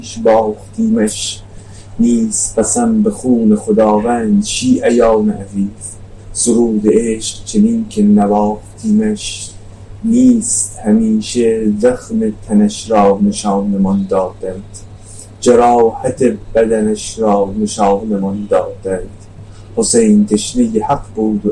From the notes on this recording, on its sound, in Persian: کیفیت صدا در این اپیزود خیلی پایین هست